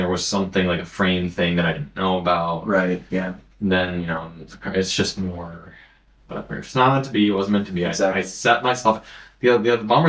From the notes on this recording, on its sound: The normal podcast mics decided not to record this episode. Thankfully the backup audio came through.